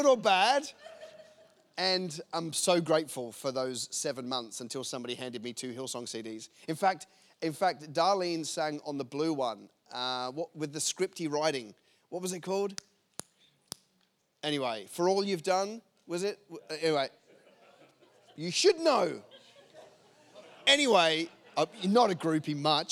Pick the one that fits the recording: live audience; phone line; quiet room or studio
live audience